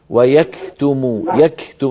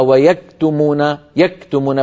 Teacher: الكاف فيها صفتان، صفة الشدة وهي انحباس الصوت، وصفة الهمس، والهمس يأتي بعد الشدة · Shown in: first take · هكذا ويكتم لابد من شدة فهمس.